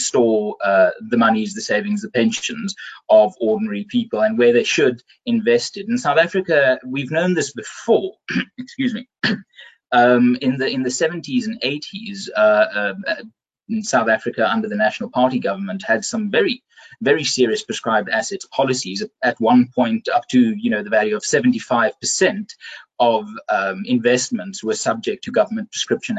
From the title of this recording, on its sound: BizNews Finance Friday webinar